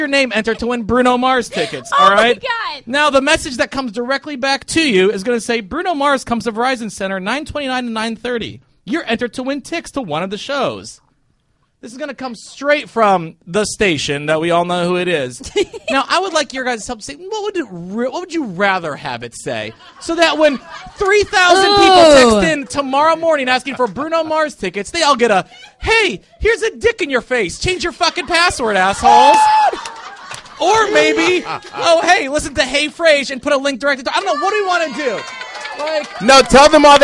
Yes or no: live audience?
yes